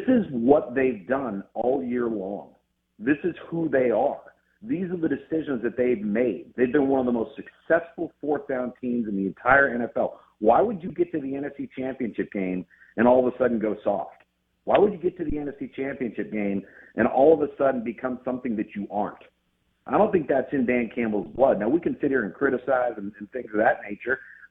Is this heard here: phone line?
yes